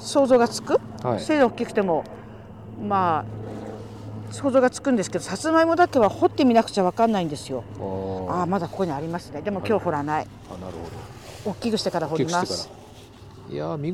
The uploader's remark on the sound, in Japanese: 久しぶりの畑からの現場レポート。